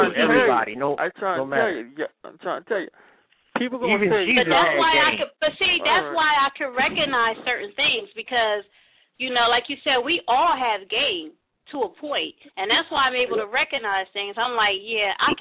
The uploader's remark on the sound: Call up and be heard tonight. We open the phone lines.